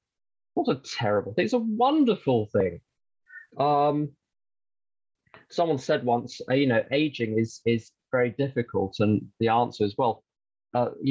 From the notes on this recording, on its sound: the Broken Elevator zoom meeting recorded in December of 2021